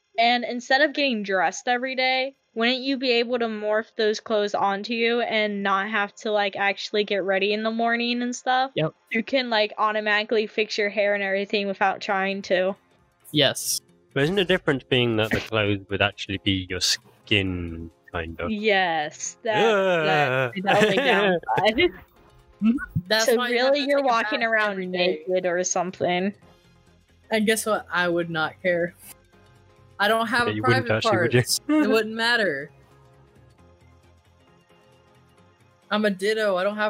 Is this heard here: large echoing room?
no